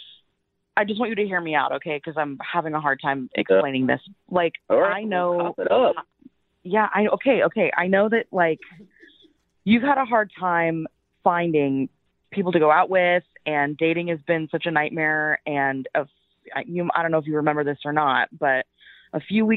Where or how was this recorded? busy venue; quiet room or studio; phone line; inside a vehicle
phone line